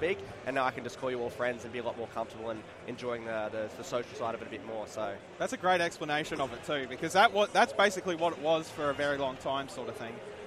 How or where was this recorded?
busy venue